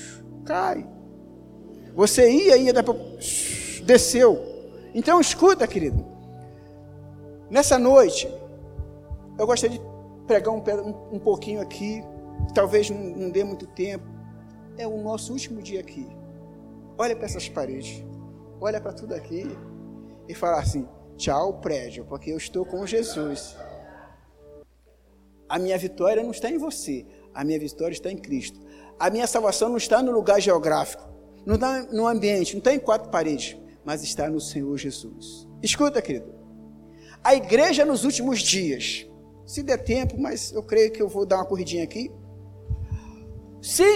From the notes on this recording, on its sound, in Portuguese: Áudio da mensagem ministrada no Culto de Celebração realizado no Domingo. Na Igreja Cristo Salva Campinas.